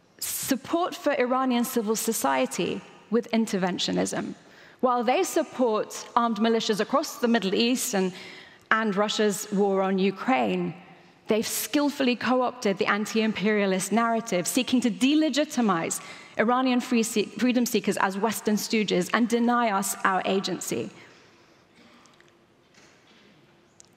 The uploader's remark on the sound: In this episode, recorded at the 2023 Oslo Freedom Forum.